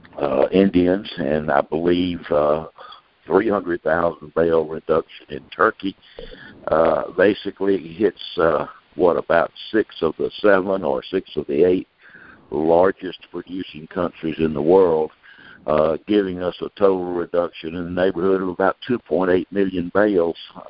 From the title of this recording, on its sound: Monthly Conference Call